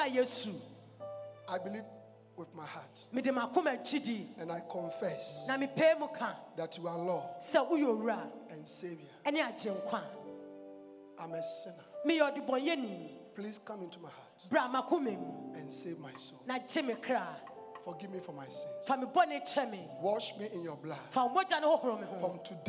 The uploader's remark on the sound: Preached at The Life Cathedral, Ofaakor-Kasoa.